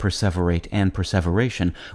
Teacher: It's been around since the 1500s, when it was used as a synonym of perseverance, which at one time was pronounced, like perseverate and perseveration, with the stress on sev instead of vir